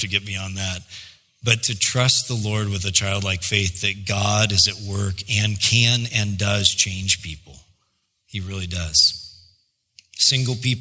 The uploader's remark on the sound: preached in July 2016 at Sojourn J-Town